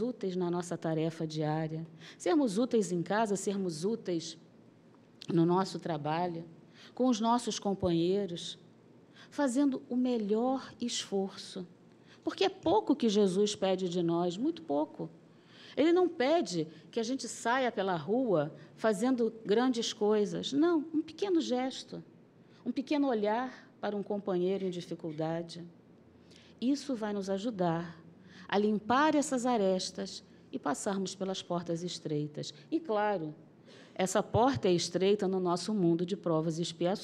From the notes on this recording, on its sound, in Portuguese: Palestra ao Vivo